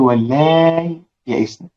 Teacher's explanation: ابدل الهمزه ياء، واصبحت مد لازم من قبيل المد اللازم